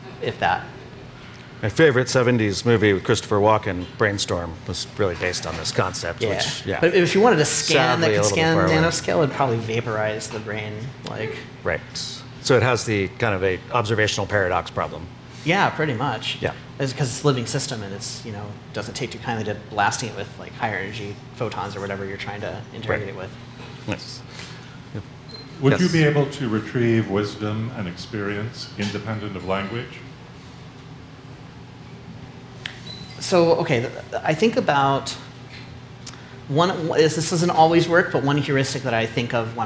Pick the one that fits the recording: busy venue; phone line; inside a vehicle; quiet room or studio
busy venue